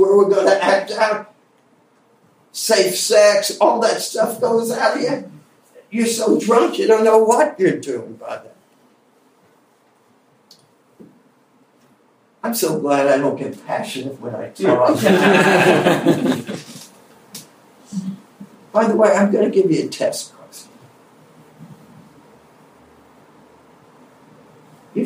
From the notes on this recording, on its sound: Sorry for the quality of the recording. Cleaned up as best as possible.